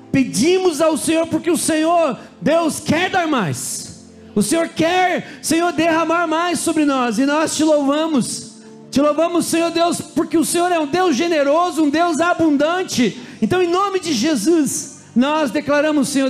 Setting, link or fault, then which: setting, large echoing room